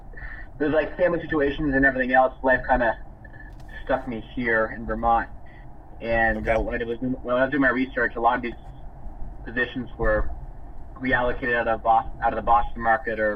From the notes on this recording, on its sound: I recorded a phone call I had with a listener